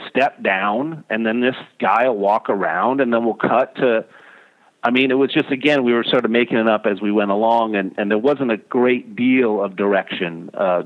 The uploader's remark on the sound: we have the FX producer from Tip Toes on the phone